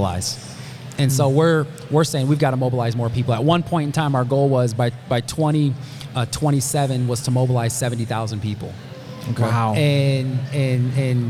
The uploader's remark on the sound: Live from Maha Discovery Podcast. This episode was recorded live at Maha Discovery Conference, a one-day conference.